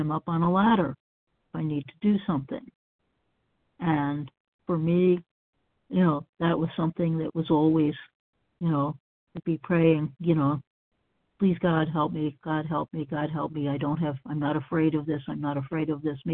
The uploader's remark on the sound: 100 Pounders Phone Meeting, 5/4/23